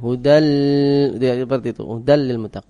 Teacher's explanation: yang lamnya tasdid itu sering dipanjangin. Harusnya tidak dipanjangin.